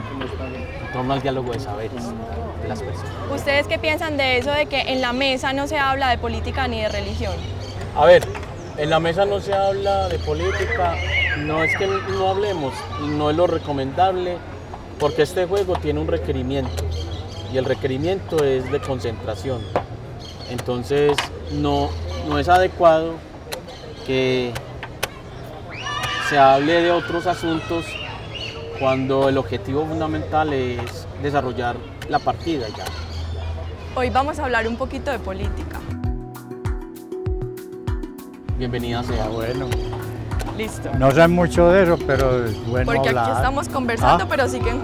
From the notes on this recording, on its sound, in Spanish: Desde la Plazuela San Ignacio y en medio de una partida de ajedrez grabamos este tercer episodio